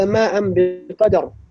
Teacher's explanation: قلب التنوين النون مع الباء قلبت ميما · Term: قلب للتنوين